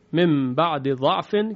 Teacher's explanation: ادغام دال در حرف ضاد در سوره مبارکه روم آیه مشهور، من بعد ضعف، من بعد ضعف، ادغام دال در حرف ضاد، من بعد ضعف، یه کمی مشکله، عنایت داشته باشید، نیاز به تمرین داره، مهارت نیاز داره، چون عین ساکنه، بعد از عین ساکن شما میخواهید یک تشدید رو بیارید، یعنی یک حرف مشدد که ضاده، چون از دال دیگه اثری نیست · Term: ادغام کبیر